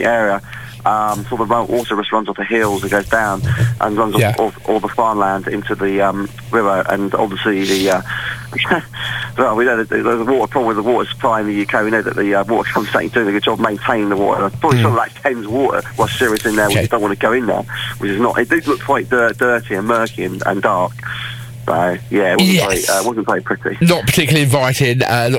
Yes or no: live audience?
no